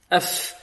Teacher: الفاء والحاء والثاء والهاء والشين والخاء والصاد والسين حروف رخوة يجري معها ماذا؟ الصوت، فكذلك يجري معها النفس